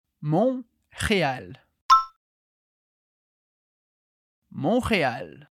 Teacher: em francês, a gente também escreve o T, mas a gente não pronuncia.